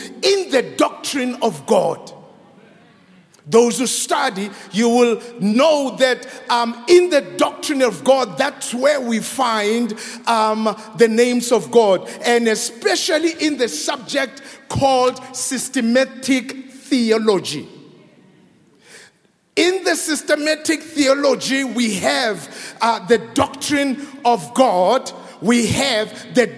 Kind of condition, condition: setting, large echoing room